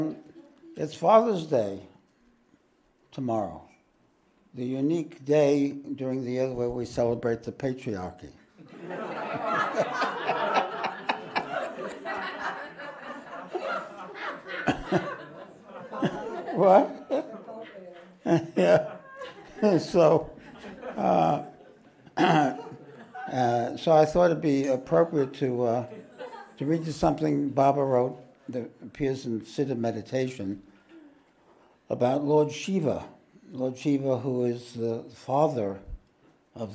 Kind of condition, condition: setting, large echoing room